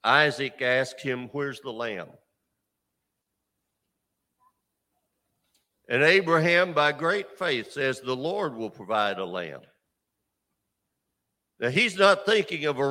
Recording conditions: large echoing room